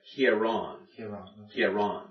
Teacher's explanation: you don't break it. So you don't have a glottal stop in there.